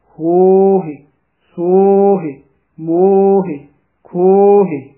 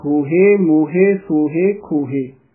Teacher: ਅਗਲੇ ਹਾਹੇ ਤੇ ਜਦੋਂ ਅਸੀਂ ਆਵਾਜ਼ ਸੂਖਮ ਰੂਪ ਵਿੱਚ ਛੱਡਾਂਗੇ ਤਾਂ ਸੂਖਮ ਰੂਪ ਵਿੱਚ ਸਿਹਾਰੀ ਲੱਗ ਜਾਂਦੀ ਹੈ · Term: ਸਿਹਾਰੀ ਦਾ ਉਚਾਰਨ